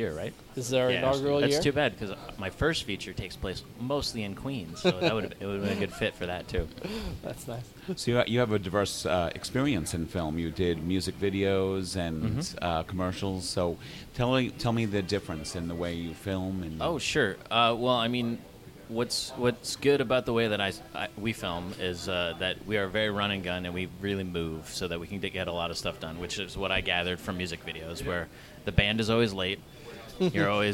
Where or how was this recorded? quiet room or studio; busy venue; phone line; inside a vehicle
busy venue